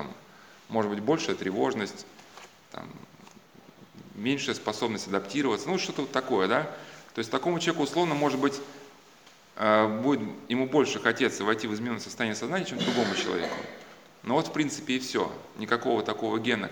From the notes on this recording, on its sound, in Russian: На лекциях присутствовали воспитанника центра свт. Василия Великого (центр социальной адаптации подростков, находящихся в конфликте с законом).